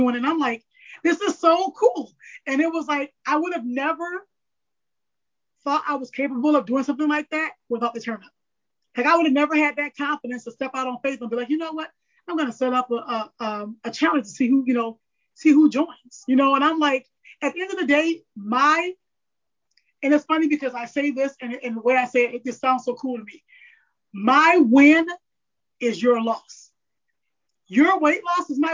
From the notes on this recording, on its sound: This is our 2nd virtual recording, be kind.